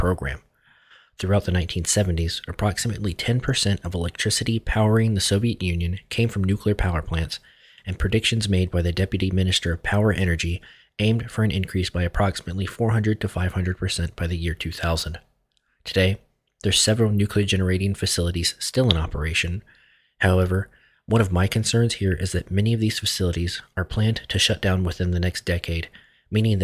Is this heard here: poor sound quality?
no